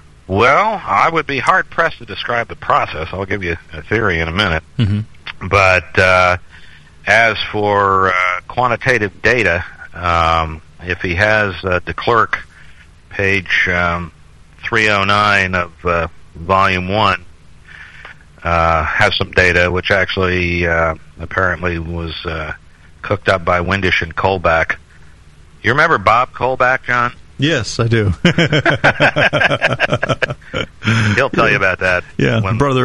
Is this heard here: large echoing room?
no